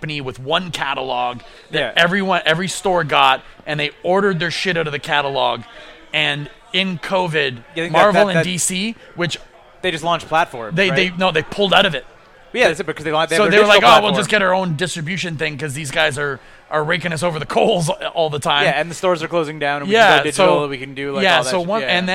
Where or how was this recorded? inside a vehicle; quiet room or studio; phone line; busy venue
busy venue